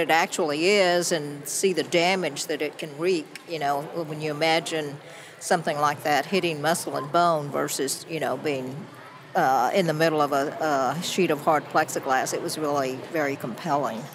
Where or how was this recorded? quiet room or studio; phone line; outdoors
outdoors